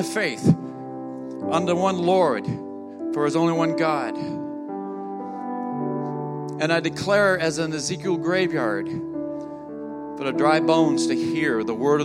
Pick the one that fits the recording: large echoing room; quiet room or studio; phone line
large echoing room